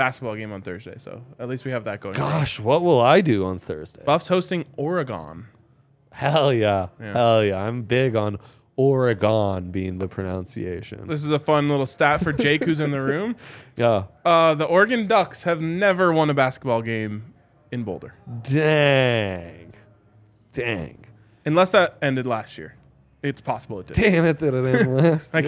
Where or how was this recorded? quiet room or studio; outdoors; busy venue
busy venue